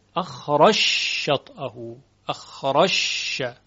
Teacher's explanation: اخراج شطئه، اخراج شطئه در سوره فتح که اینجا ادغام شده اخراش شطئه، اخراش. این جیم در شین ادغام میشه · Term: ادغام جیم در شین